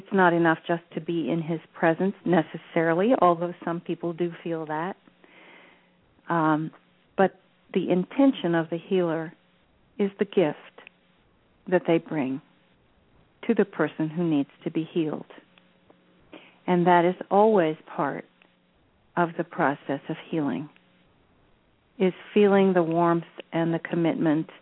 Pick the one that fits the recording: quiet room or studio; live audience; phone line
phone line